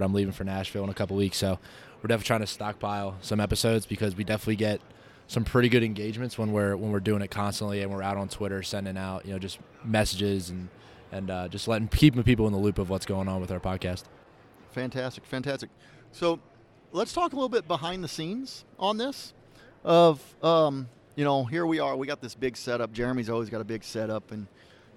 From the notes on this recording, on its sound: Live from NATA 2019.